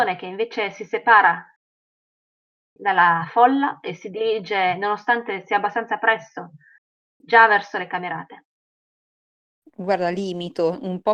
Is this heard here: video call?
yes